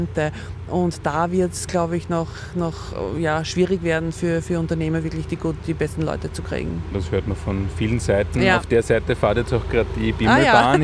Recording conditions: outdoors